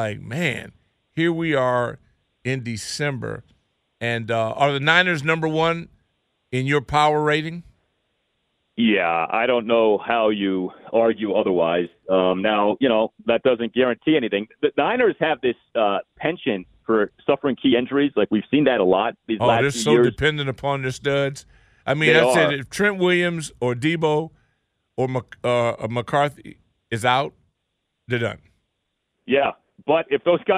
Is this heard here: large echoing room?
no